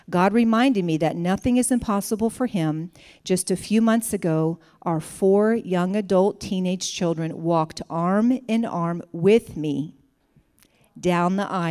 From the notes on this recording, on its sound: This is the full replay of the LIVE Rejoice Pompano Bible Study from March 2017.